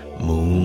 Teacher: Is it a coincidence that the word we have for moon has that ooh sound, that round mouth sound in the middle of it